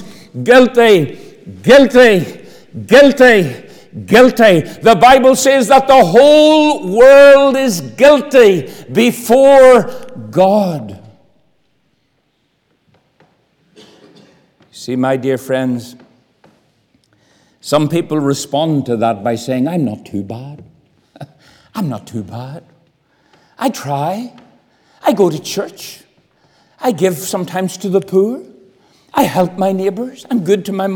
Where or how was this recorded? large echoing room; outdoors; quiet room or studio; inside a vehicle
large echoing room